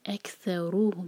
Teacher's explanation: بل اکثرہم، جب پروناؤن لگا ہو، یہاں پر ہم جو ہے یہ پروناؤن ہے تو روح پر زور دیں گے ہم. ضمیر جس کو کہتے ہیں نا پروناؤن، تو اس سے پہلے والے لیٹر پر زور دیا جاتا ہے تو ہم پڑھیں گے اکثرہم، روح پر زور دیں گے.